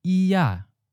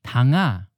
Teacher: the suffix ah, which is in the second tone, and that you often hear at the end of nouns like iya, chair, or tanga, window.